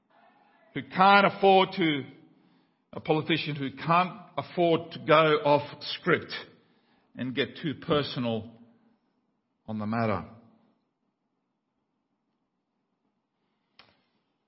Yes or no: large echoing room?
yes